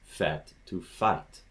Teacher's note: I tend to have a French Canadian accent, so I'm much more likely to raise fet to fight